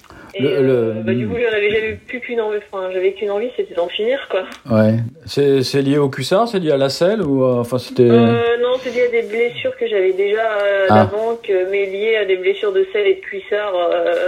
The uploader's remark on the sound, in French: j’ai appelé par téléphone